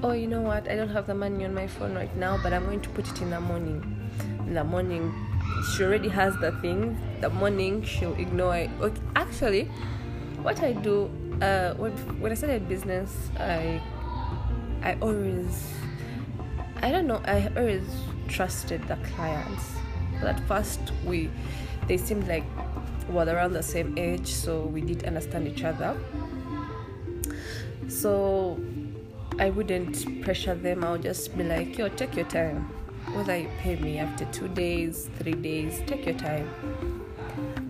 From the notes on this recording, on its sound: forgive me for the background noises my siblings don’t know how serious my podcast is